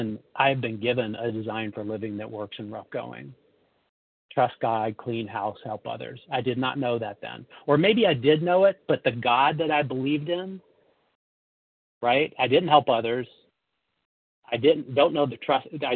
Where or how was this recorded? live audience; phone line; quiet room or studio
phone line